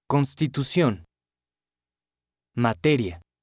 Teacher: Note that no vowels are weakened. They are all pronounced as you learned them in the previous activity.